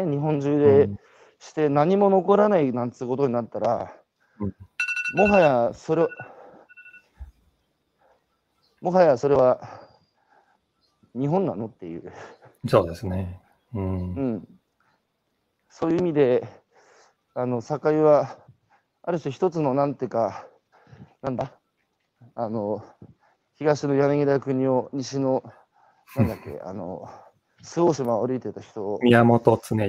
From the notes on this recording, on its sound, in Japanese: 歩きながら1時間、対談する